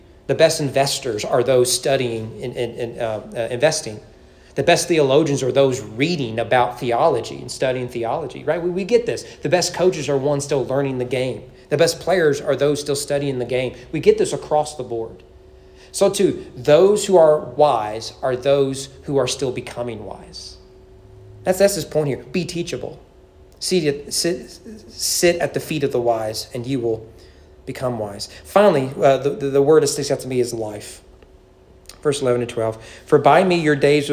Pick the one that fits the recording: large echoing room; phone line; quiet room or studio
large echoing room